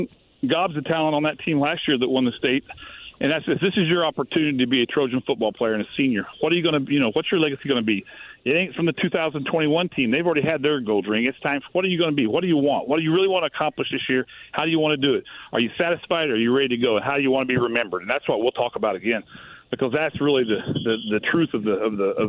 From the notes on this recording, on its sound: opens the phone lines and takes some calls